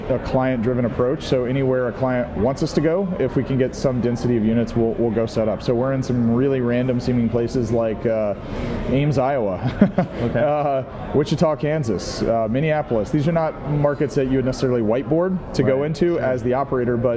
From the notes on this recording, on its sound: Live from IMN Multi Family Conference. At the 3rd Annual IMN Multi-Family Conference in Santa Monica, CA.